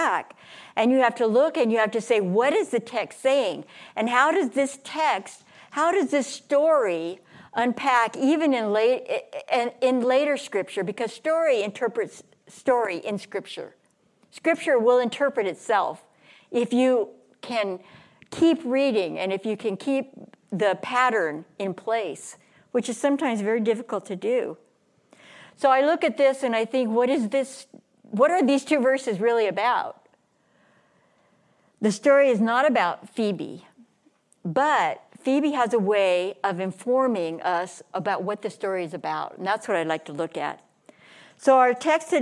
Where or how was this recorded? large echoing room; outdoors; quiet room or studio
large echoing room